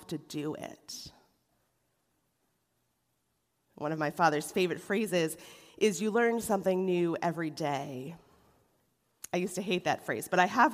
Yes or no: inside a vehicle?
no